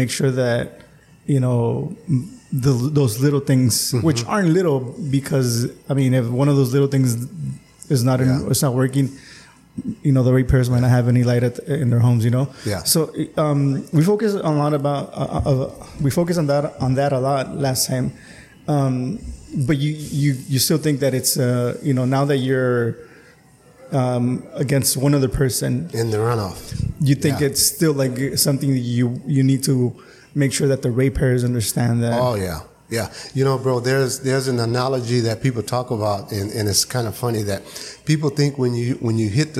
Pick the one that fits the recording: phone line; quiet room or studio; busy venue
busy venue